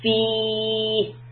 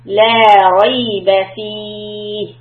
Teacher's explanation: if you want to stop, then you say fi. And make the ya much longer.